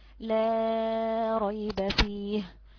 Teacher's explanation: يبقى ليه قراءتين في لا ريب فيه، قراءة بالقصر لا ريب فيه، وقراءة أخرى بيقرأ بتوسط اللام بمقدار 4 حركات · Term: بالتوسط